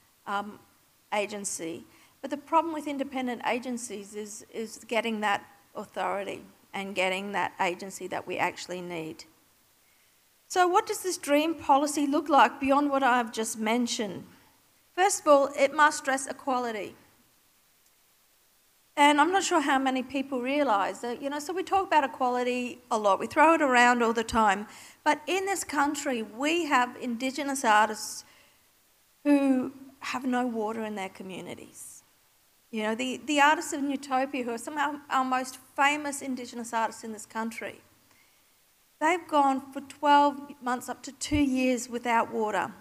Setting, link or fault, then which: setting, live audience